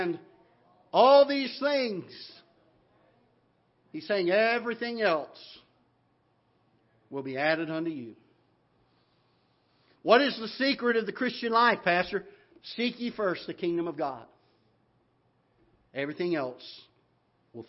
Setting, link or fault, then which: setting, large echoing room